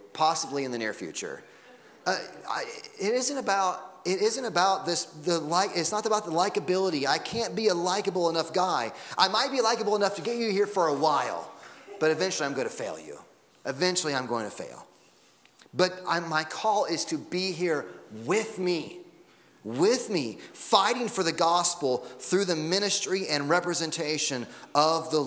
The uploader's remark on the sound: Sunday Morning Sermon Audio